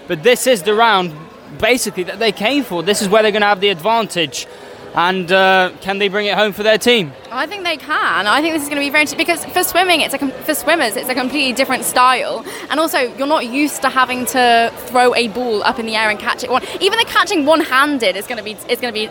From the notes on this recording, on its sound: Welcome to St Sidwell's Point and welcome to live coverage of the Ultimate Swim Off - a Movember charity event involving six aquatic clubs: Swimming, Canoe, Surf, Waterpolo, Triathlon and Windiriding!